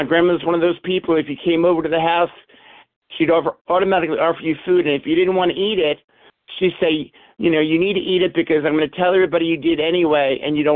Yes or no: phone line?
yes